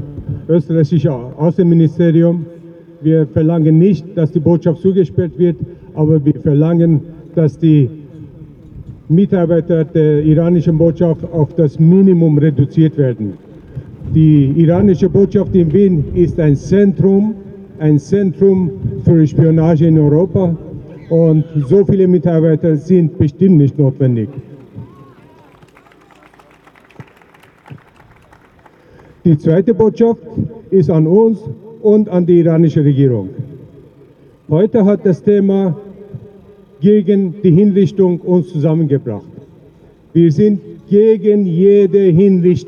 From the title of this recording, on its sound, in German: O-Ton] Ausschnitte aus Demo gegen Hinrichtungswelle im Iran am 3. 2. 2024 in Wien